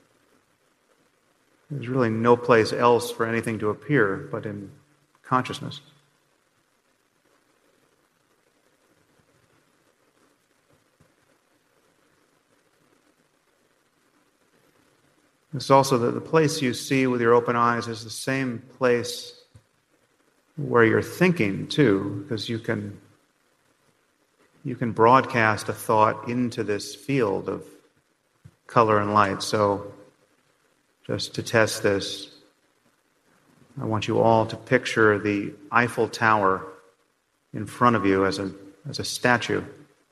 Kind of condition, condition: setting, live audience